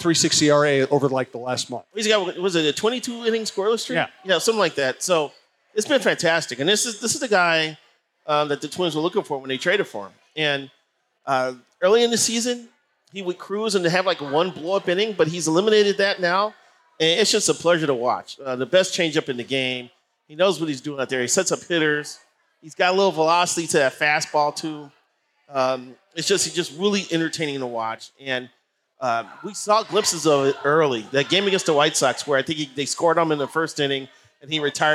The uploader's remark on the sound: Live from Gluek’s.